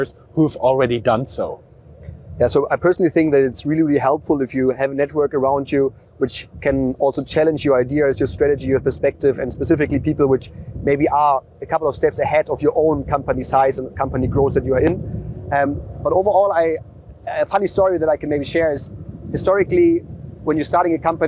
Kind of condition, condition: setting, outdoors